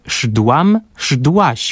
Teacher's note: Jednak w trakcie rozwoju języka zanikło e i powstały formy szdłam, szdłaś, które, jak Państwo słyszą, były trudne do wymówienia i dlatego uproszczono zbitkę szdł do szły.